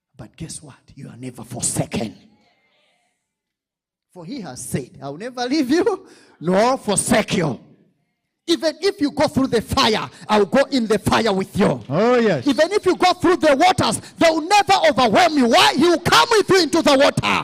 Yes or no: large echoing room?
yes